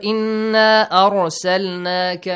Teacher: make sure ra is with tafkhim, okay? It's pronounced a little bit heavily. Arsalnaka bilhaqqi bashiran tanween plus next word starts.